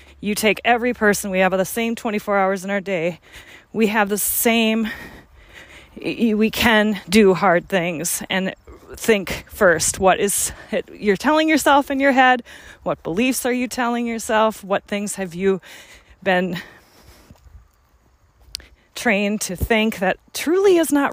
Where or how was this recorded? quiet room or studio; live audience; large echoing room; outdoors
outdoors